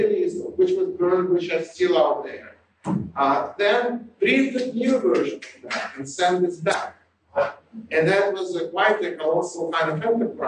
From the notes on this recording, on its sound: Note that the audio quality for 2006, 2008, and 2009 was poor and has been improved as much as possible by Podsworth Media.